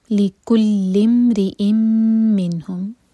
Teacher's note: لکل امرئ منہم، لکلی کے بعد ہے حمزۃ الوصل، تو لام کو میم سے جوڑا جائے گا، حمزۃ الوصل کو پروناؤنس نہیں کریں گے